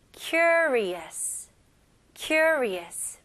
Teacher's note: 네, 강세는 앞부분에 해주셔야 됩니다